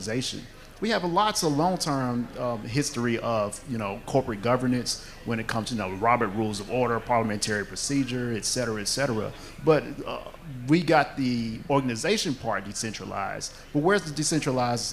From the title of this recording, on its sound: A Panel Discussion from DAO Planet